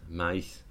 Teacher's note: the second element is pretty darn front and getting close to an I